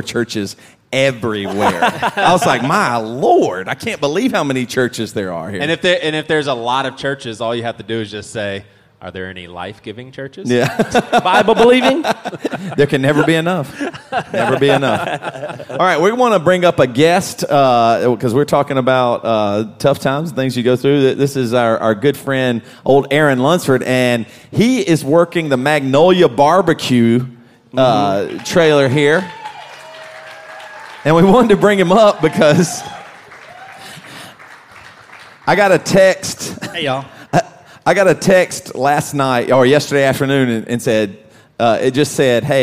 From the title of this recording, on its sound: Live at AudioFeed Festival